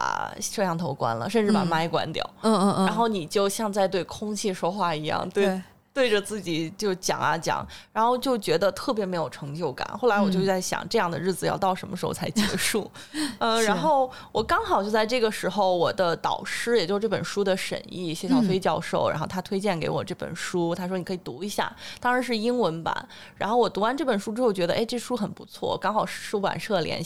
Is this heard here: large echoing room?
no